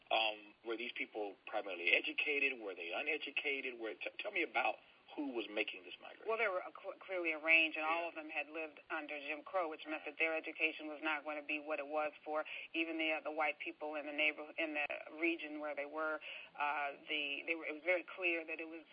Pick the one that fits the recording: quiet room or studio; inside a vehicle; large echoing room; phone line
phone line